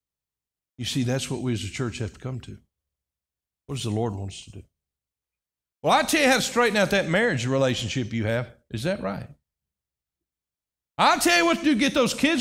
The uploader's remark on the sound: This message was delivered on October 22, 2023 during our morning service.